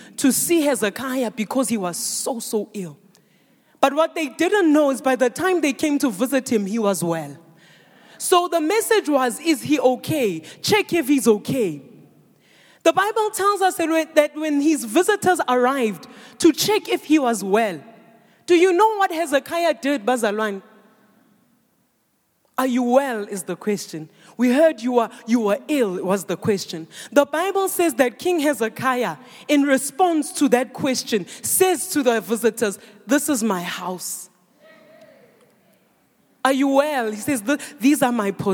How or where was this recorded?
large echoing room